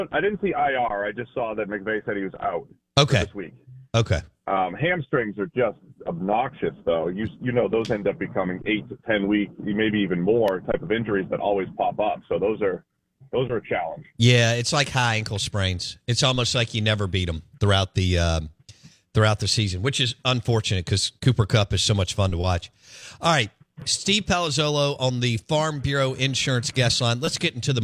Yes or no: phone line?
yes